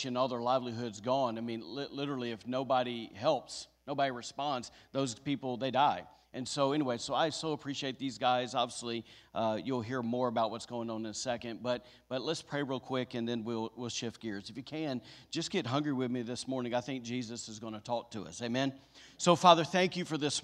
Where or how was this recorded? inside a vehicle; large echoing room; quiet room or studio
large echoing room